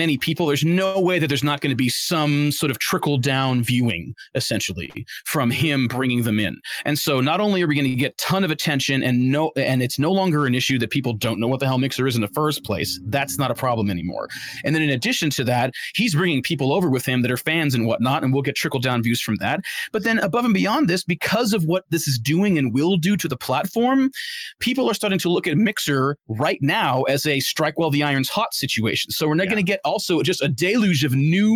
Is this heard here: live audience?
no